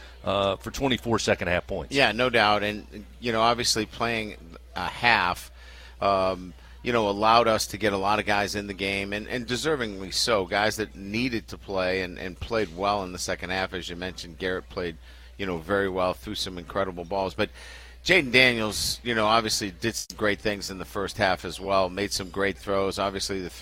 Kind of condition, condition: setting, busy venue